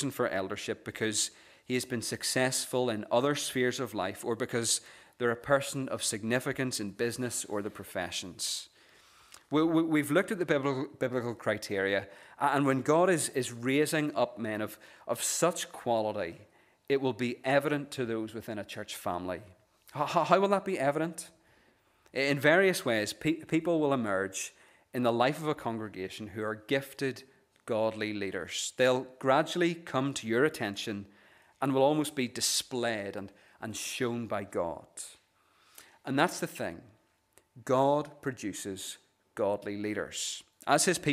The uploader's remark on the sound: This is the recording of the Bible reading and sermon from our morning service on Sunday 17th September 2023.